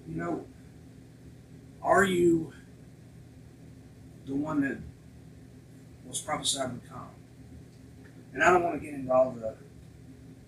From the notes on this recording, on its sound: There were problems with the microphone that we did not realize until it was too late to re-record. We tried to make adjustments, but it is still difficult to hear clearly at times and we apologize.